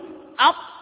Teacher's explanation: مخرج الطاء، إذا أردت أن تعرف مخرج أي حرف سكنه وأدخل عليه همزة القطع، فإذا أردت أن تعرف مخرج الطاء قل أط، وحاول أن تنظر أين لسانك حين النطق بهذا الحرف، تجد أن الطاء تخرج من طرف اللسان مع أصول الثنايا العليا. قد عرفنا قبلا ما هي أصول الثنايا العليا وما هي أطراف الثنايا العليا، فهذه الطاء تخرج من طرف اللسان مع ما يحاذيه من أصول الثنايا العليا.